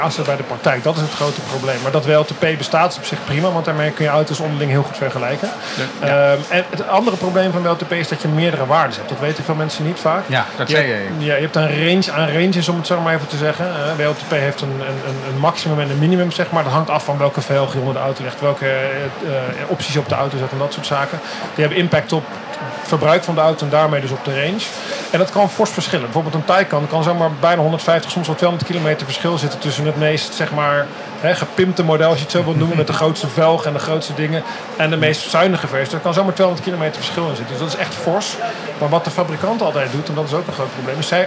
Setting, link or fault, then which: setting, busy venue